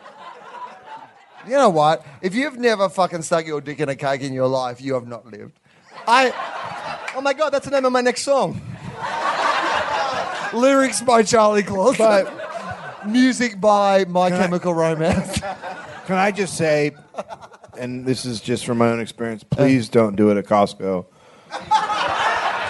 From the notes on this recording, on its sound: Recorded in front of a live audience at the LA Podcast Festival 2014.